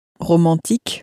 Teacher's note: the A in French is pronounced a little bit like the A in the English word father, so a sort of an A sound, not quite as long as the A in father, but more of an A than an A.